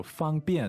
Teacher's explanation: That's first tone and fourth tone